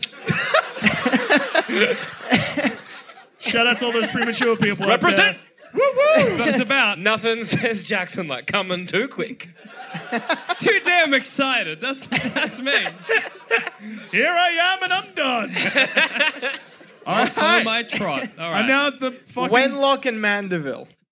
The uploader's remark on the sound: Part of our 2017 UK Tour. Recorded at the Glee Club in Birmingham.